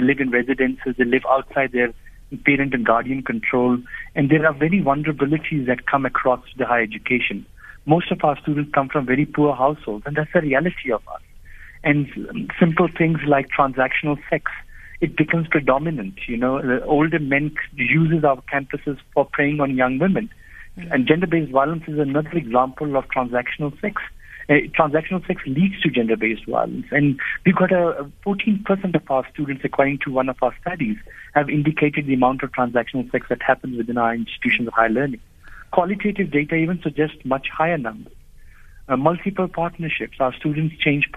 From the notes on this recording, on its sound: Guest (phone)